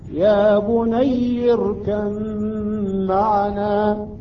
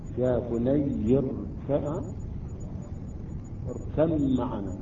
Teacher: مع الغنة ومقدار حركتين تصبح ميم مشددة · Shown in: first take · تصبح عندنا ميم مشددة.